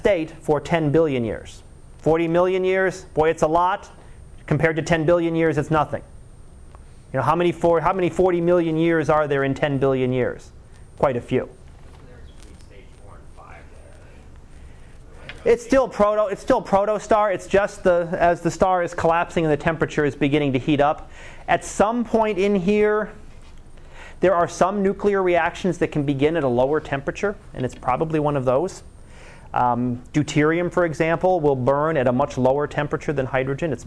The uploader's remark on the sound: Live Class Lecture